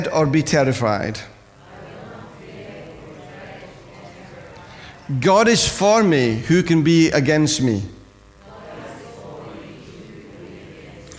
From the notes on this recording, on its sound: Recorded at freedomcentre church, Preston on Sunday 22nd January 2017